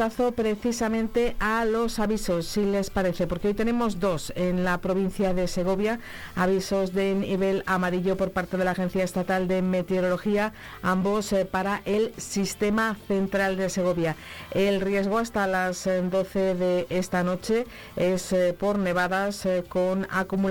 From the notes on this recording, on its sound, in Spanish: Conexión en directo con agricultores y ganaderos segovianos de camino a Madrid a la manifestación y tractorada frente a la sede de la Comisión europea en la capital.